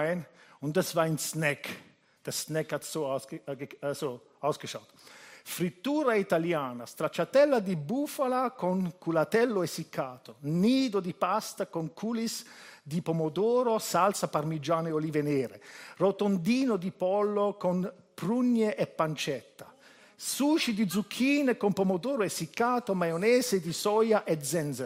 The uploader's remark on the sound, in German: Gottesdienst live aus der LIFE Church Wien.